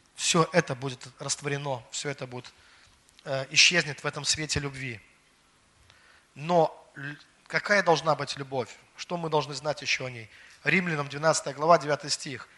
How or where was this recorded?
large echoing room